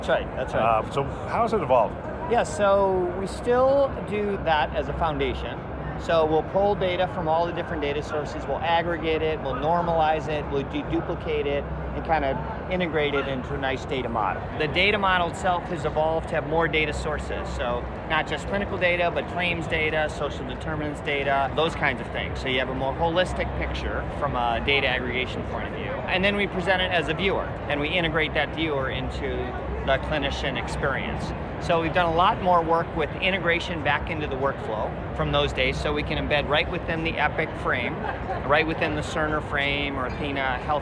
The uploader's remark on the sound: Interview in Action live from HLTH